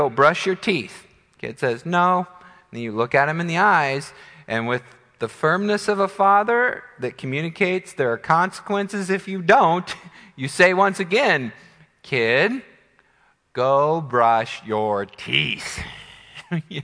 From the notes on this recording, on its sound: Midland Evangelical Free Church Sermon Audio